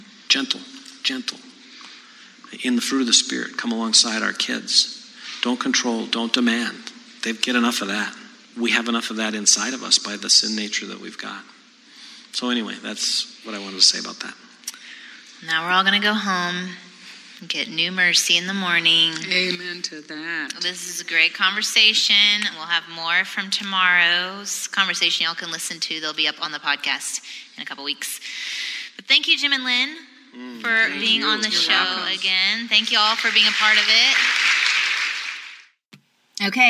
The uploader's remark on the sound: For the first part of our 2018 Don’t Mom Alone live event